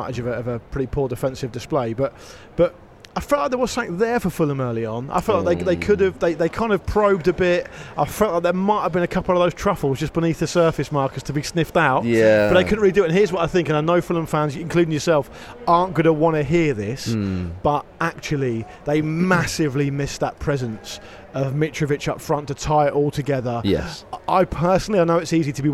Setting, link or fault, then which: setting, busy venue